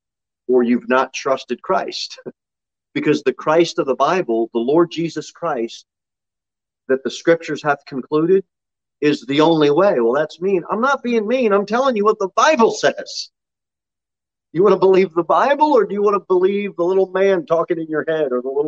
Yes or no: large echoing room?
yes